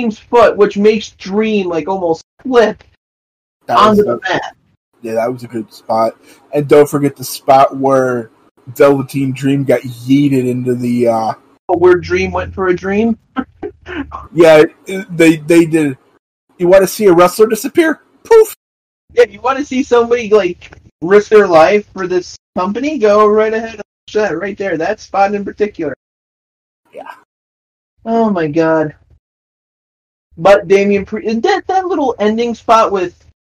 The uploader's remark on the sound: SORRY FOR THE AUDIO QUALITY.